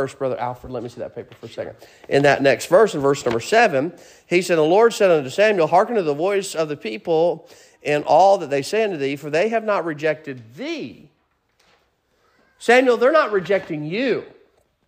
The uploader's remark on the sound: Sermon preached at Mid County Baptist Church